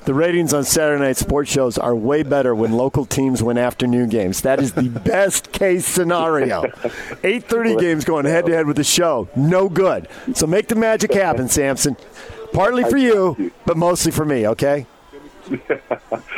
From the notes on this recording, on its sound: Live at the Utah NFF golf tournament at Riverside Country Club